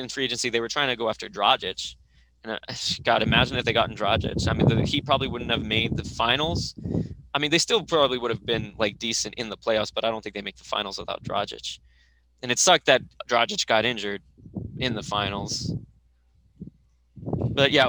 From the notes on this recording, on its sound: Sorry if there is some excess sound, I filmed outside and there was some wind blowing.